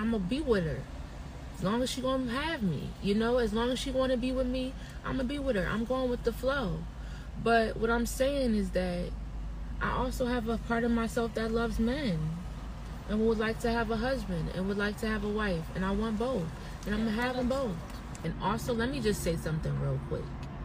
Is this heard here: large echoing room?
no